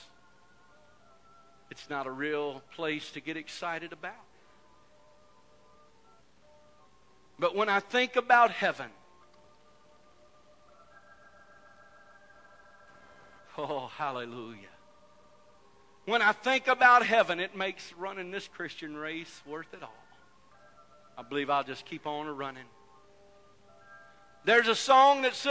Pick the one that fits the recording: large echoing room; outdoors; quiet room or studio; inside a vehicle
large echoing room